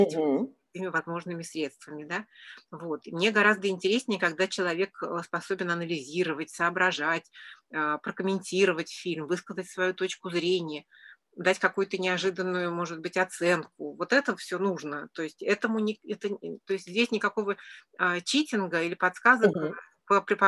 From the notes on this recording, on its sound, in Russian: Подкаст записан в формате живой беседы в зуме.